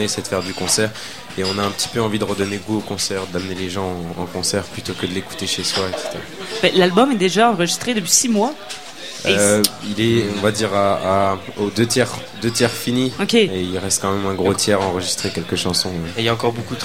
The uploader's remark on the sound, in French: au Festival d'été de Québec, sur les ondes de CKRL 89,1 en direct du bar La Sacrilège